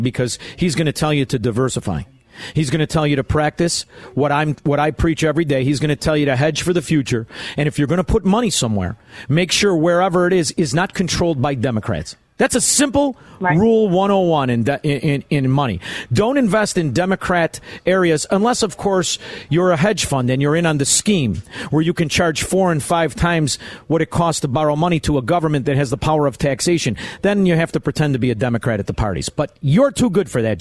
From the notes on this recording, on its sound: broadcasting LIVE from a Job Creators Network Golf Event at Bull Valley Golf Club in Woodstock